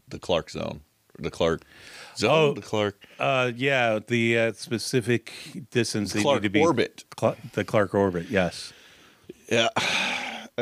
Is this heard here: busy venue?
no